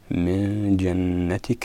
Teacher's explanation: النون المشددة أعطيناها زمنا بمقدار حركتين لأن صفة النون هي الغنة